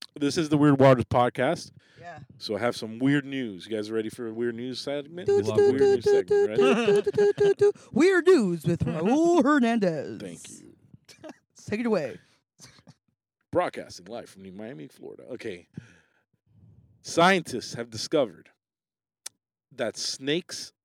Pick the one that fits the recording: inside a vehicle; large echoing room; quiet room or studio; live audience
inside a vehicle